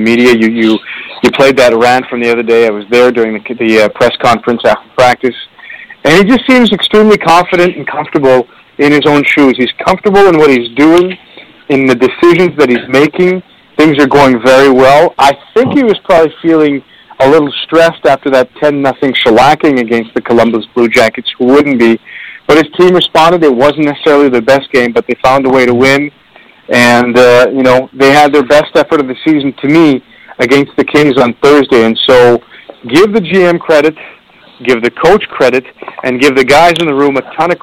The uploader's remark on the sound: we take your phone calls